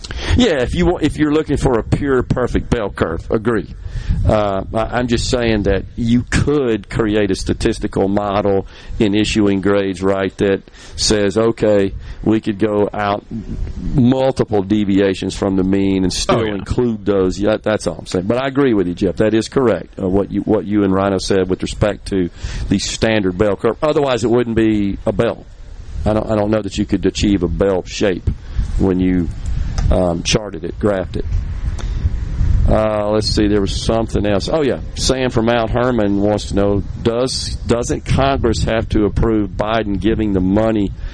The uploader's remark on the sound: Is LIVE from Walley Properties in Ellisville. Under the SuperTalk Mississippi tent.